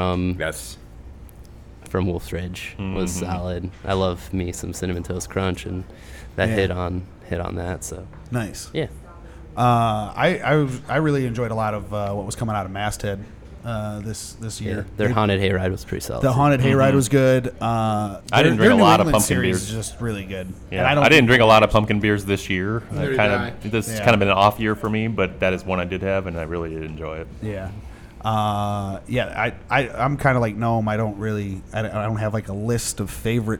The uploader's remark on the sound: Live From Nostalgia Brewing Company